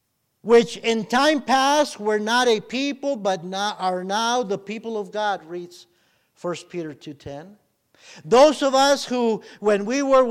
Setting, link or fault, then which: setting, large echoing room